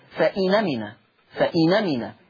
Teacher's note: لاحظوا معي أدي النون ساكنة هكذا كما هو موضح أمامكم، النون ساكنة ثم الهمزة مفتوحة، من باب التخفيف والتيسير تحذف الهمزة ثم تنقل حركة الهمزة وهي الفتح إلى النون فتصير فإنمنا، فإنمنا. · Term: النقل